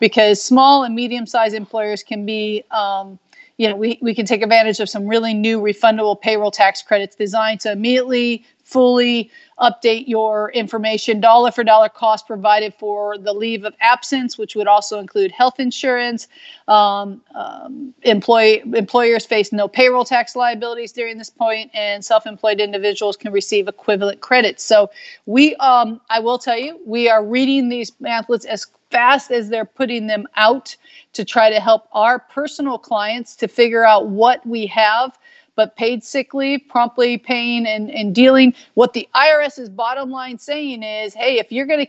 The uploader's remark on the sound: I can't really say in the house, I guess live on Skype.